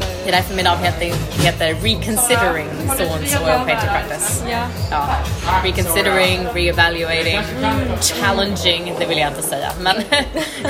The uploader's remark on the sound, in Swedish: Vi sitter i baren på Balzac. Det är livat men för den som tar sig igenom den upprymda ljudnivån i bakgrunden.